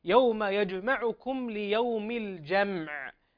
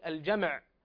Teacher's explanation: والميم هنا ساكنة وليست هي من أحرف القلقلة، فحين تسكينها لا نظهر في تسكينها شيئا من القلقلة · Shown in: first take · وإنما يكون سكون خالصا من القلقلة.